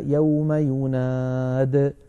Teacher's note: لأننا لما نصلها بكلمة المنادي تسقط ياء الفعل، فكذلك نقف عليها يوم يناد ولا نقول يوم ينادي وقفا.